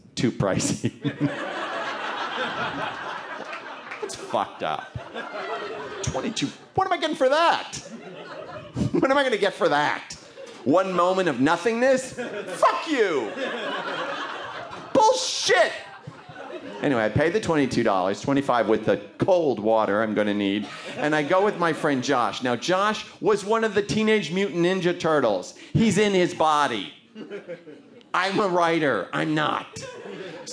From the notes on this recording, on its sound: This piece was recorded at the Un-Cabaret, featuring great comedy writer-performers telling unusually honest stories in a stand-up setting.